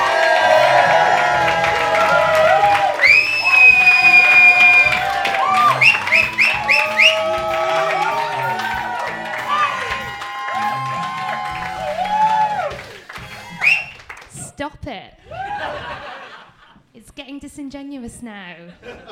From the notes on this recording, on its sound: Recorded LIVE at King's Place in London.